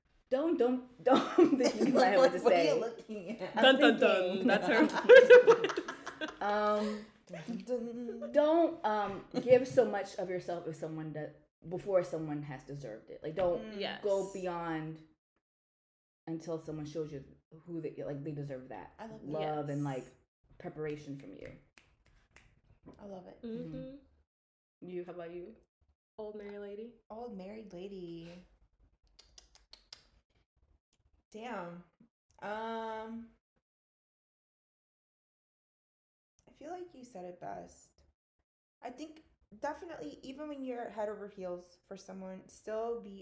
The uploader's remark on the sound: We are sorry about the sound quality issues. We are testing new mics.